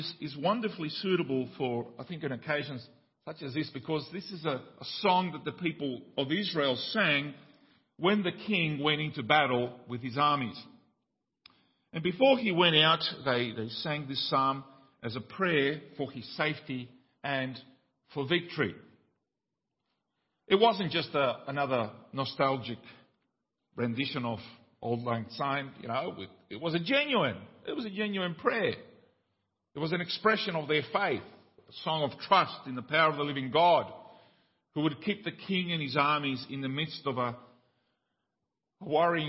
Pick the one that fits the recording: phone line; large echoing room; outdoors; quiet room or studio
large echoing room